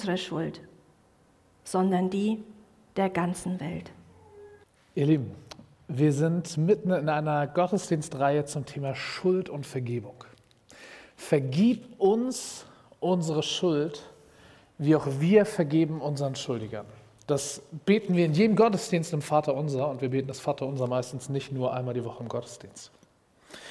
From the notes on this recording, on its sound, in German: Predigt im Rahmen des GreifBar+ Gottesdienstes